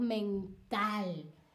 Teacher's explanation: Mental es una palabra aguda porque lleva el acento prosódico, la mayor entonación en la última sílaba